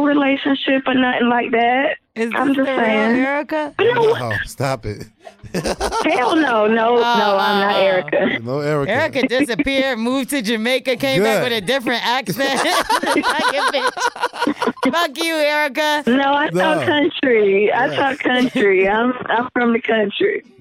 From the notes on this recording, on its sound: Take some voicemails from listeners. We opened up the phone lines.